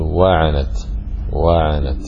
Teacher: وفي علم التجويد يسمونها علم النبر، يعني ينبغي أن ترتفع بصوتك في الواو بحيث أن يتميز الواو عن العين، فتقول واعنت واعنت، لا تقول واعنت كأنها كلمة واحدة.